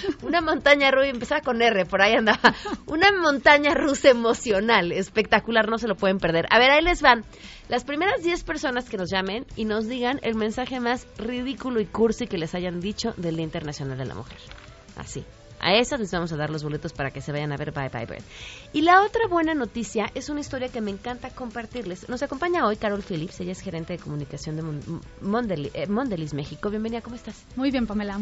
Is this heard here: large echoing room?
no